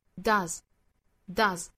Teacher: 注意 does 这个单词后面的这个 s 对应的发音应该是一个浊音的，读成 does。当然这个词要做弱读的话呢，应该是 does,does，但是在这句话里这个词要做重读的，所以我们读成 does,does。好，发音部分我们就讲到这儿，我们来看这句话的意思。